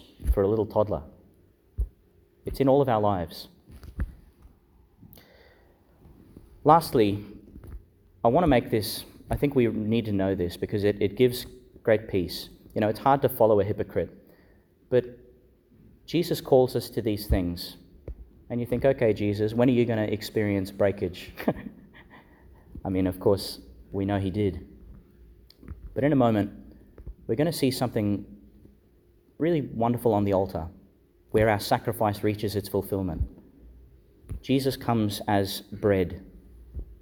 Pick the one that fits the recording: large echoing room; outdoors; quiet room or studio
large echoing room